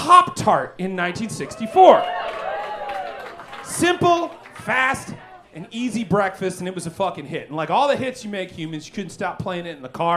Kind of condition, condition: setting, busy venue